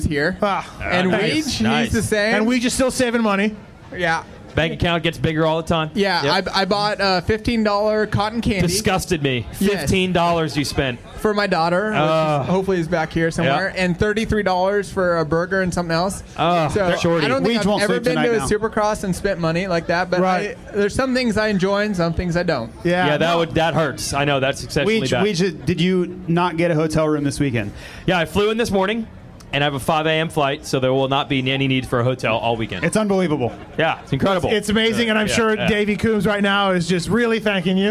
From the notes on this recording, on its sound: Fly Racing Dallas SX Pit Party Show. Recorded last Saturday in Dallas. At the Fly Hospitality rig.